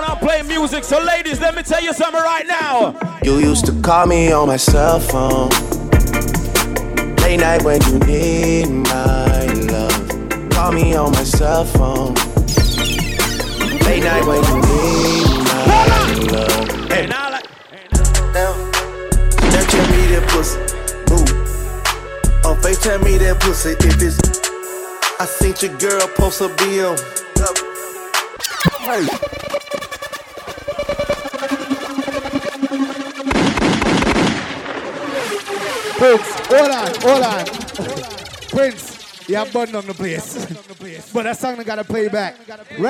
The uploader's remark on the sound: PREZZY XMAS PARTY 12.26.2015 MARYLAND LIVE AUDIO